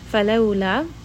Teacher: This is going to be a fatha followed by a sukun. So we are going to kind of gently ease this down into the wow and kind of merge this together. لا، this is going to be a 4-count med.